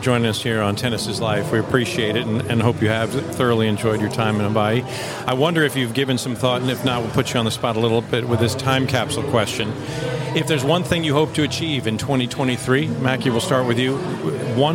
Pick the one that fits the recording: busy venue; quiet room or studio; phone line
busy venue